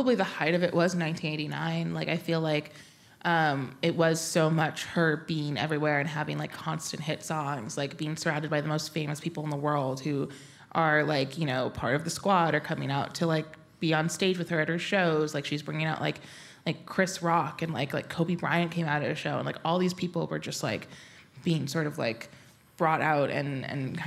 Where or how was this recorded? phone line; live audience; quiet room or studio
live audience